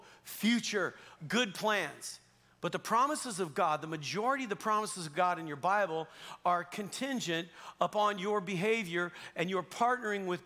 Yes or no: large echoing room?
yes